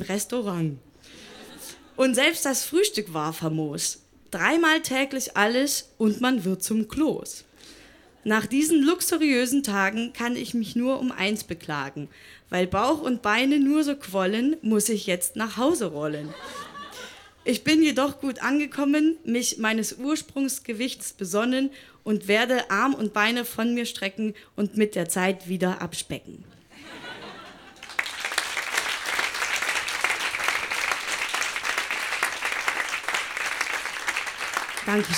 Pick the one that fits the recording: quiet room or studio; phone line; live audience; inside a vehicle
live audience